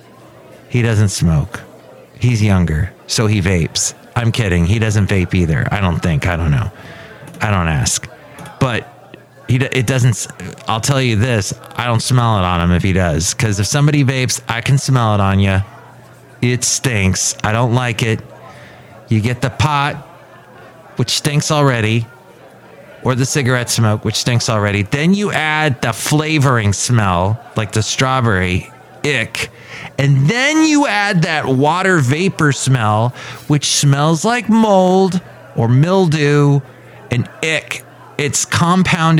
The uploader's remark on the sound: podcasts live from Café Anyway